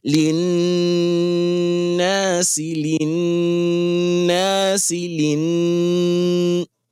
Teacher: You have to sound it half of the time with your nose. I want that sound to come from your nostrils. · Term: nono mushadada